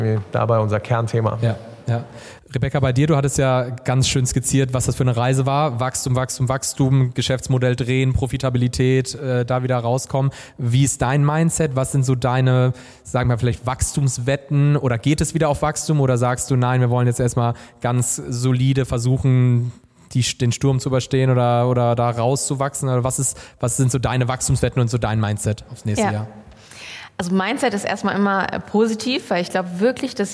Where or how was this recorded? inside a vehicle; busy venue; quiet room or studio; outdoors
busy venue